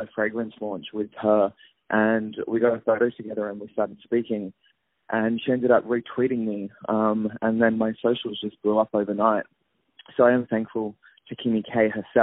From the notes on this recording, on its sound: On the phone